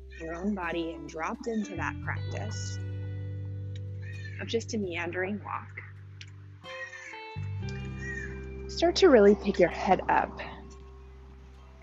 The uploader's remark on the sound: Recorded on a neighborhood walk, this episode has some ambient noise